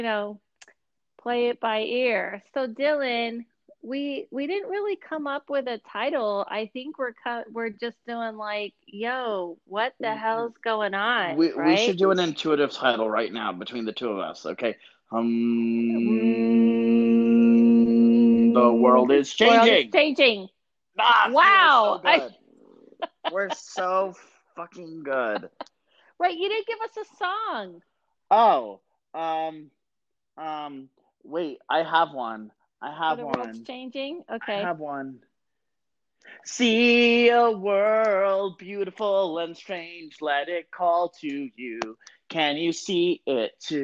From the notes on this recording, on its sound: We recorded remotely ..sounds different but still us.